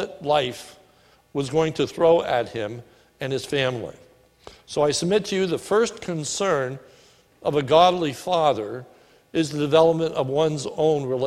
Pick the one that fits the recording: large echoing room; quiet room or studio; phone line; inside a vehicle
large echoing room